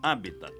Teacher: Habitat, como proparoxítono, sem esquecer o T mudo final.